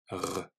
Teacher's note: L'air expiré doit venir heurter la partie molle du palais pour faire le son R